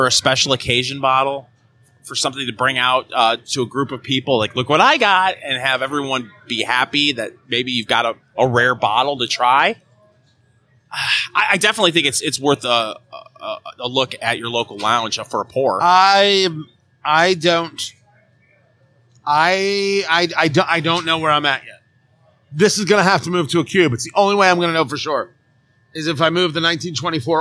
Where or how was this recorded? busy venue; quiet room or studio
busy venue